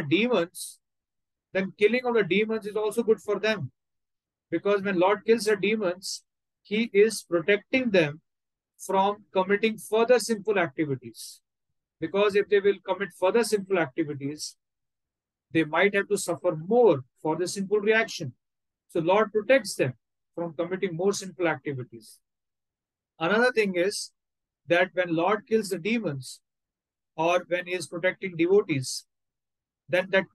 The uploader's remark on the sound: Online Zoom Session